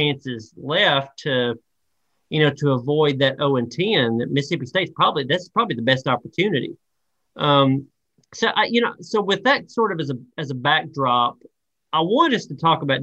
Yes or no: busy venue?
no